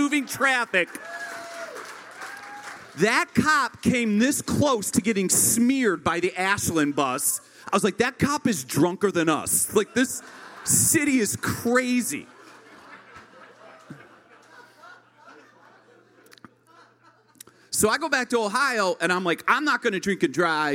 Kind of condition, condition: setting, live audience